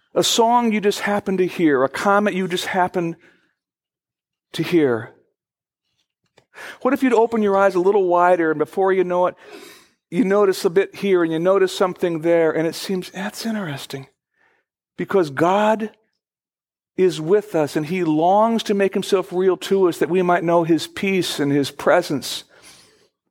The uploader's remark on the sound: Originally recorded on December 2, 2012, at Fellowship Missionary Church, Fort Wayne, IN.